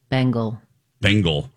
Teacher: To pronounce Bengal, as in Bengal tiger, you need first syllable stress. Bang is long and gul is short.